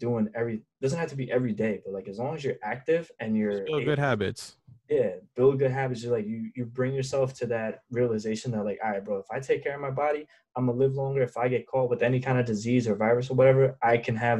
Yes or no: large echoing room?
no